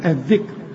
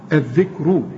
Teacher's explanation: طب اللي قبلها ساكن ما يديكش معلومة، ترجع للي قبل الحرف الساكن هتلاقي الذال، الذال إذا كانت مكسورة راء الراء، ما العلم هي مضمومة، وإذا كانت الذال مفتوحة فخم الراء. هنا عند الوقف فقط هنرقق الراء · Shown in: first take · نقول الذكر.